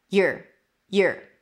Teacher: So you reduces to ya, are reduces to er. Together, you're, You're.